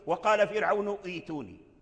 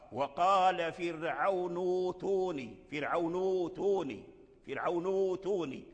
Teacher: الهمزة الساكنة انقلبت واو. لماذا؟ لأنها قبلها ضمة ديال النون · Shown in: second take · فرعون توني انقلبت واو حرف مد.